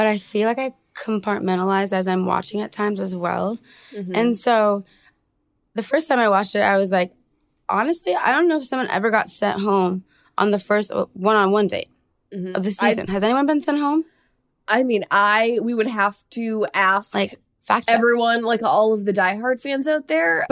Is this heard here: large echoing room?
no